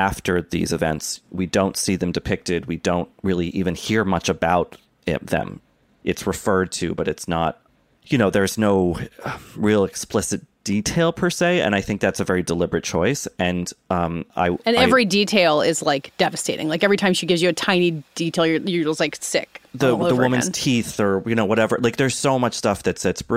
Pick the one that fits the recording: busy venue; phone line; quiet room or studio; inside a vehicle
quiet room or studio